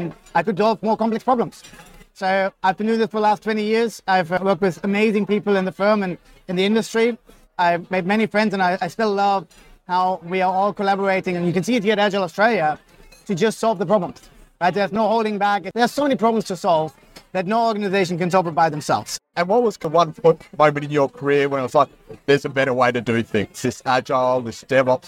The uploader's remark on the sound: Recorded live at the Agile Australia Conference.